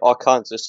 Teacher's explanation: Per the state code, the only acceptable pronunciation is in the first three syllables with the final S silent and the A in each syllable with an Italian sound. The accent on the first and last syllables.